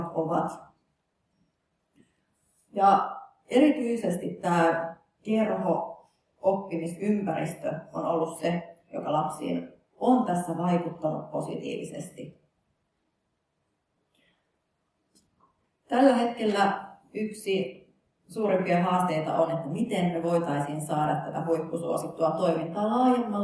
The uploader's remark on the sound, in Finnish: Helsinki, Kumpulan kampus, Physicum, sali D101. Laitteet: Zoom H4n.